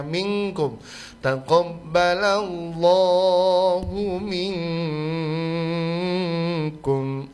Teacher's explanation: Minkum itu hukumnya ikhfa. Ikhfa itu minimal dua harokat. Boleh musyba sampai enam harokat.